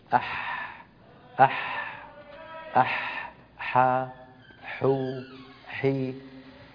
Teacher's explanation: الحاء من وسط الحلق. · Term: حرف الحاء